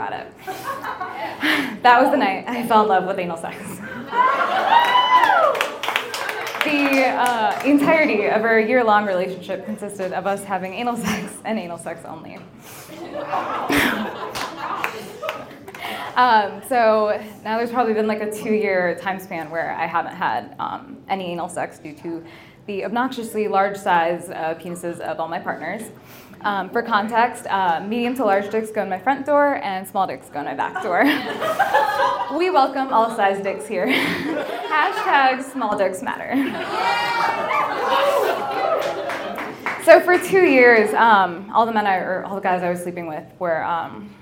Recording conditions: live audience